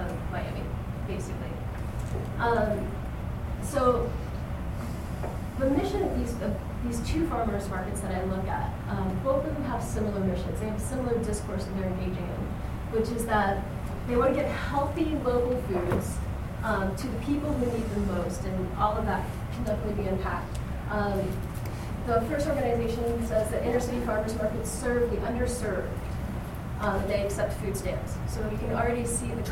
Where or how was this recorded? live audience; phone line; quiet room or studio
live audience